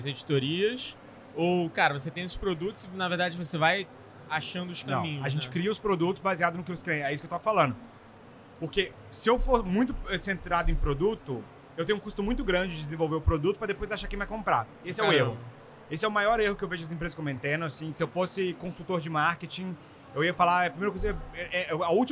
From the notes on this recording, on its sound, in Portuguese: Mais um episódio gravado no maior evento de inovação e tecnologia do mundo, o Rio WebSummit!